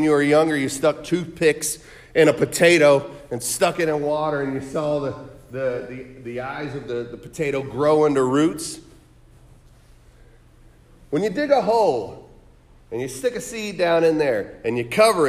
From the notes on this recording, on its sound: Sermon preached on November 19, 2023 at The Salvation Army Augusta Kroc Center